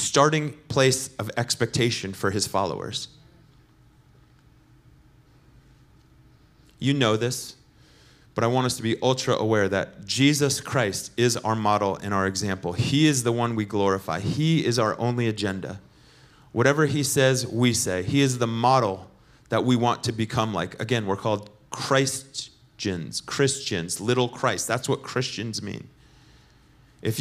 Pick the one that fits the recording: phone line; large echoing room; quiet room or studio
large echoing room